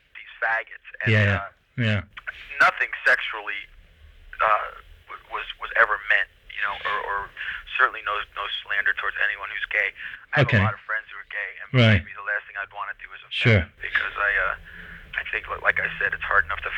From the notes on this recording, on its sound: This is an interview I did over the phone in 1993 for The Irish Times.